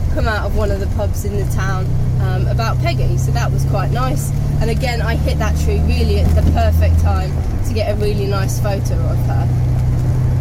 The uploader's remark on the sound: all recorded from my 1968 Morris Minor, Peggy